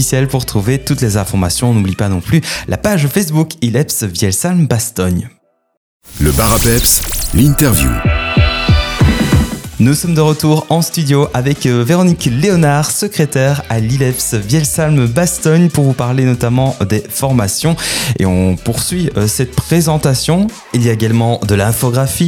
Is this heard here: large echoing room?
no